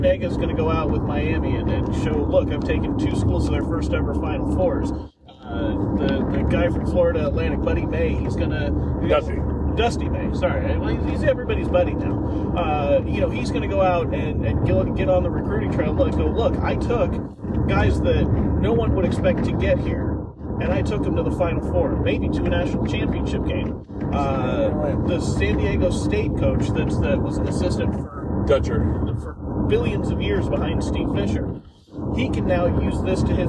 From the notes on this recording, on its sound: As they hit the road for CarCast 3! The guys find themselves in Lebec, California on their way to Los Angeles for Wrestlemania weekend.